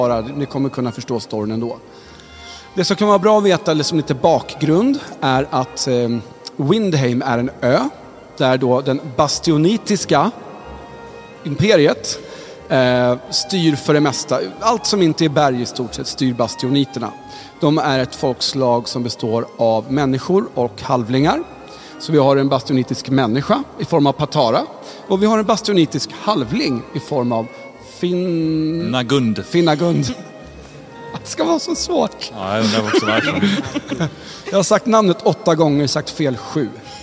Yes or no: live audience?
yes